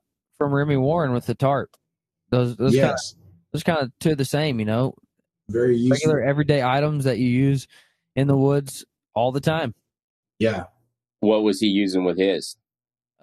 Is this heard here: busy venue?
no